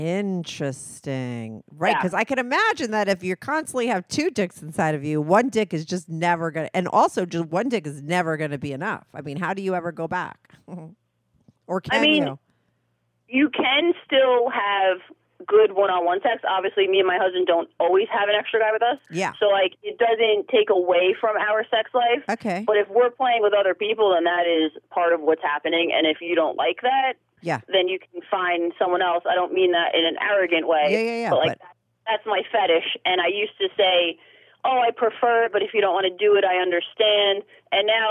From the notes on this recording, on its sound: she called in to talk all about it